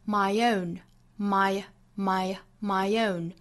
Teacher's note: My 和 own 之间的连读是带出一个小小的耶的音，由前面 my 这个元音的口型决定。因为 my 这个词发到最后是一个扁唇的 a 的音，所以后面遇到元音的时候，我们去借一个扁唇的 y 这个半元音来连贯两个元音。 · Term: 元音和元音的连读